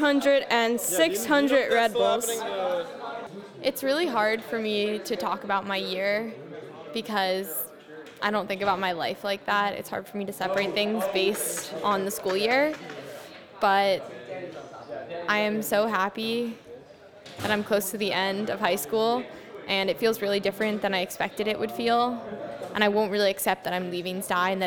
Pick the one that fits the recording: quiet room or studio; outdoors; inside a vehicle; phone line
outdoors